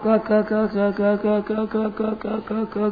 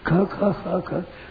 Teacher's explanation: पहला और तीजा और पांचवा है तो अल्प प्राण है, और दूजा और चौथा ये महाप्राण है